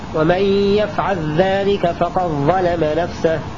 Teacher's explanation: وشذا تثقلا، أي أدغم أبو الحارث المرمز له بالسين من سلموا أدغم اللام المجزومة من لفظ يفعل في ذال ذلك · Term: الإدغام